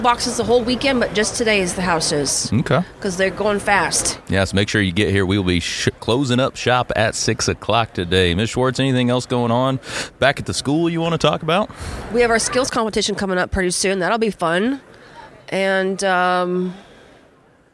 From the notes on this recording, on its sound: On site at the Springfield Area Home Builders Home Expo at the CACC Booth.